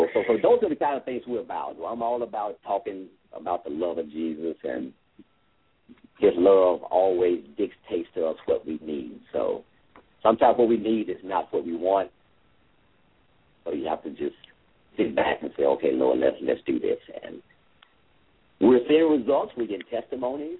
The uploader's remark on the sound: LML uses a progressive live call in format.